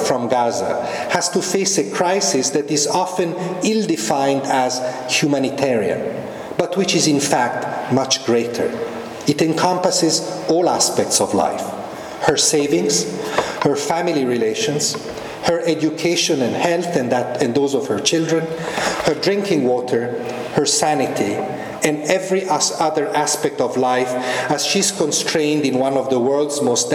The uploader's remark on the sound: This podcast was recorded at the RSC Annual Harrell-Bond Lecture on 16 November 2011. At the Examination Schools, University of Oxford.